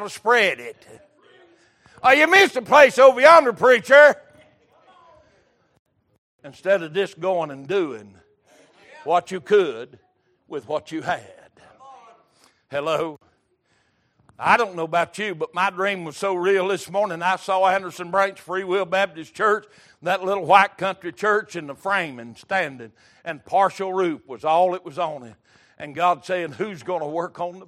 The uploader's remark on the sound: Recorded February 5, 2023 - Sunday Morning Service